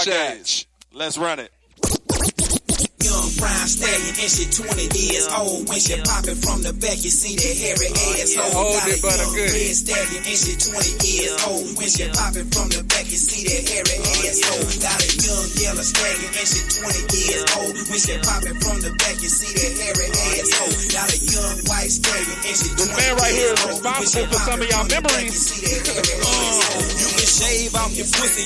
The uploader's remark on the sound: K-100 Radio was broadcasting live at Makin'It Magazines Media Matters ATL networking event at iLounge.